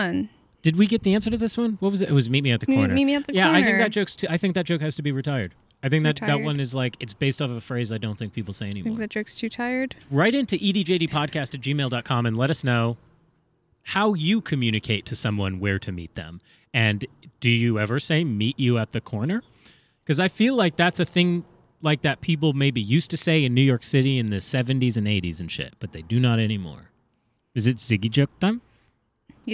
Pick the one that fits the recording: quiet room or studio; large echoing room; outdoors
outdoors